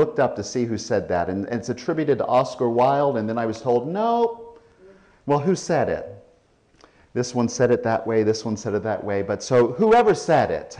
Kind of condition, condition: setting, large echoing room